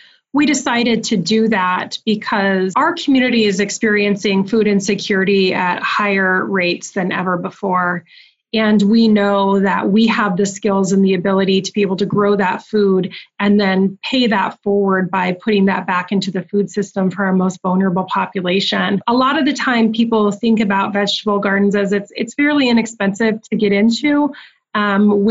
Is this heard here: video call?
yes